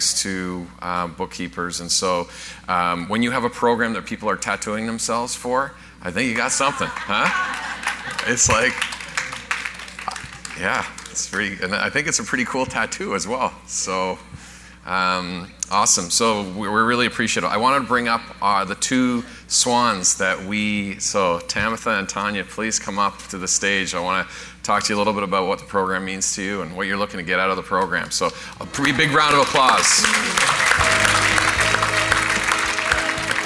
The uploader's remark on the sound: Live Broadcast at the The IPBC IGNITE Conference